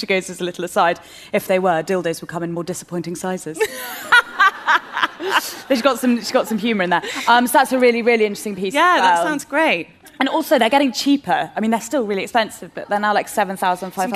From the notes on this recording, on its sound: A LIVE Episode. We're back at Google's Curiosity Rooms to celebrate the launch of their Google Pixel 3 phone.